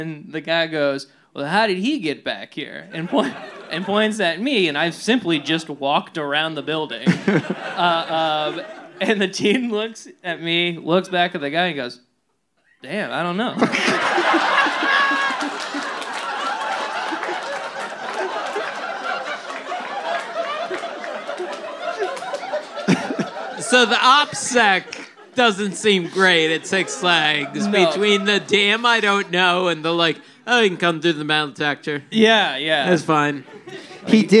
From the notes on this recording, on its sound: Recorded live at Dynasty Typewriter.